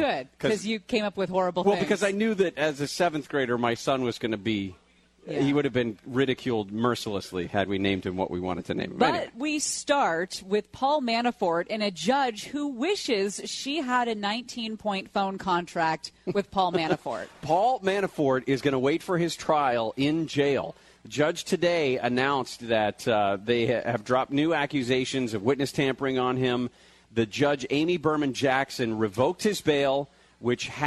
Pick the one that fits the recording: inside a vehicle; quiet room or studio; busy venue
busy venue